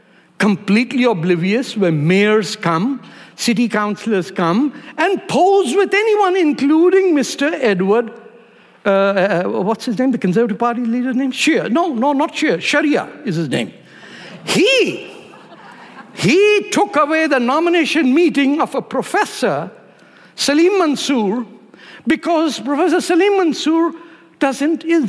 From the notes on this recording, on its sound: at ideacity 20th anniversary conference